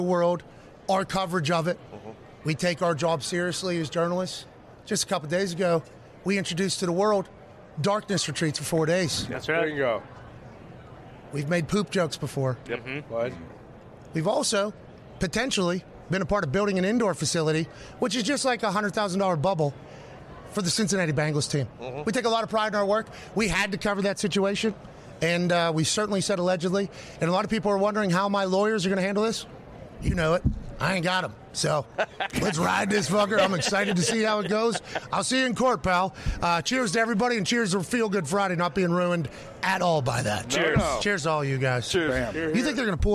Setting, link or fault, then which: setting, busy venue